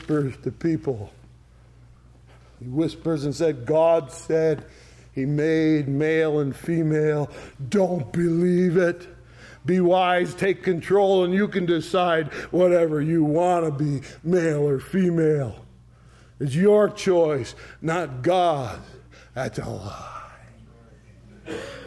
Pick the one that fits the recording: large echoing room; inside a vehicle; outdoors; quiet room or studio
large echoing room